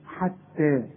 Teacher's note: التاء مرققة والحاء برضو مرققة